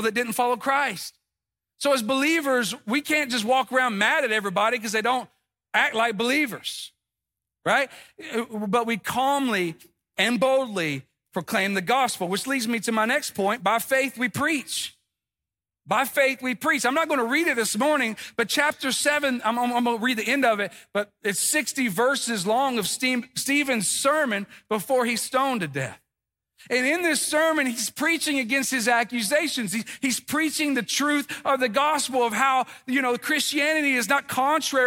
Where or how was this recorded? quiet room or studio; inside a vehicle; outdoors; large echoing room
large echoing room